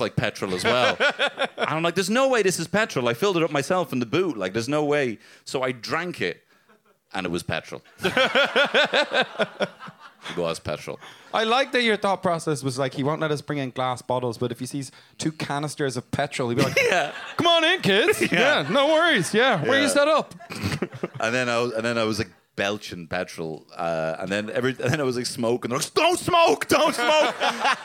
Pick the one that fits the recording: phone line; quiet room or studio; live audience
live audience